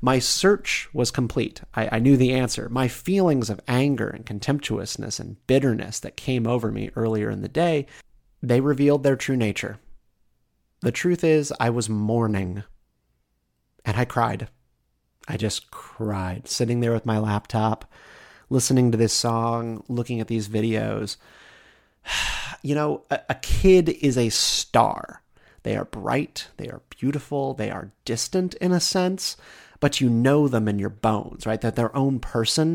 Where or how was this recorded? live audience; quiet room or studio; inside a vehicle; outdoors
quiet room or studio